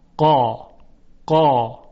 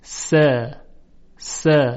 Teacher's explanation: در تلفظ حرف قاف صدا کاملا توپر و حجیم هست · Shown in: first take · قا قا. اما در تلفظ حرف سین س س میبینیم که صدا ظریف و نازک هست. · Term: تفخیم